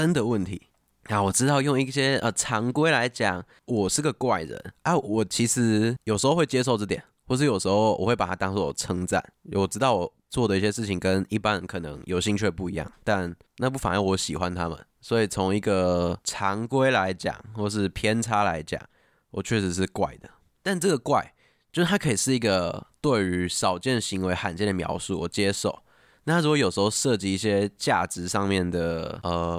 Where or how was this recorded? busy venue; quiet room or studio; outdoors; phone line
quiet room or studio